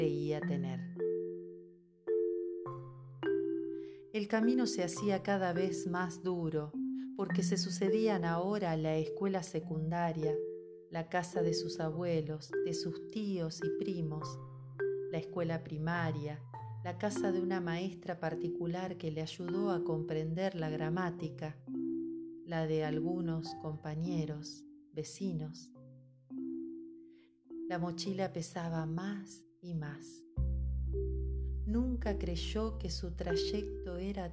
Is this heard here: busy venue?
no